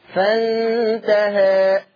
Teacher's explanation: التقليل اقرب للفتح يعني ما بيبقاش ملحوظ قوي